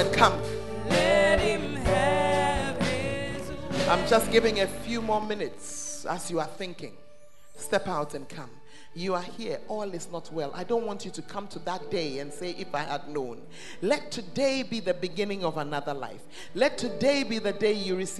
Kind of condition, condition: setting, live audience